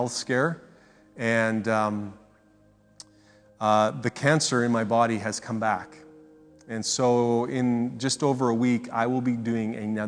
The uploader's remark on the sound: Speaks at SouthRidge Fellowship, a Langley church.